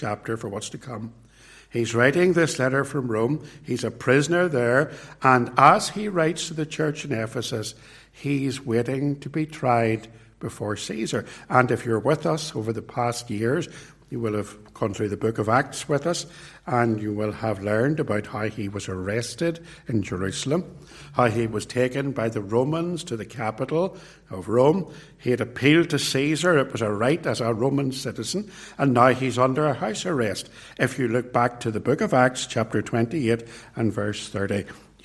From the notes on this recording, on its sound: This sermon was preached at Ballymacashon Congregational church, and at Templepatrick Reformed Church. It was recorded at Templepatrick.